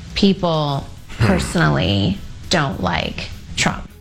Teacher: The up talking, the uh, the vocal fry at the end